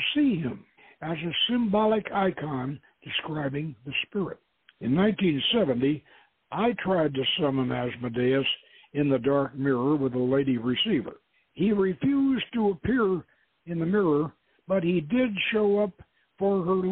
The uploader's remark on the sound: The author will be our call in guest